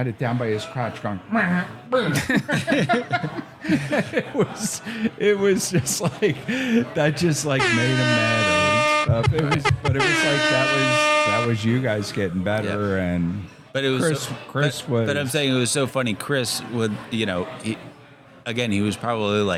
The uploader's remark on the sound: This episode was recorded live in Asheville NC.